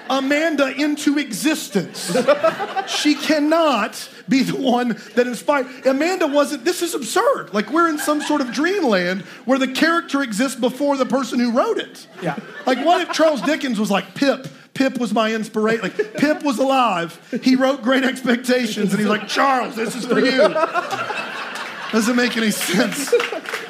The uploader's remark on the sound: Here is our live show episode. If you made it out, thanks for making it such an amazing evening!